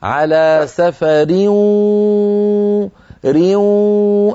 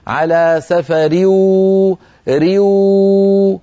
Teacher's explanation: نأتي بصوتين في آن واحد، واو من الفم، غنة من الخيشوم · Shown in: first take · Term: الإدغام بغنة